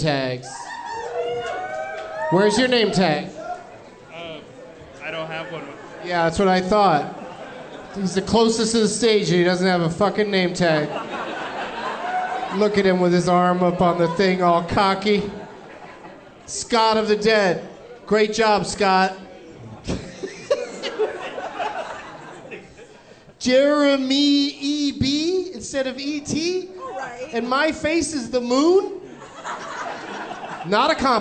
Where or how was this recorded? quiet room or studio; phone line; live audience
live audience